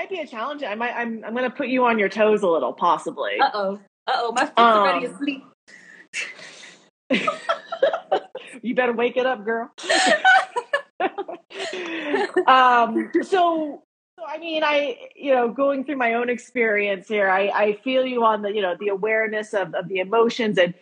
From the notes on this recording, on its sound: originally aired as an Instagram Live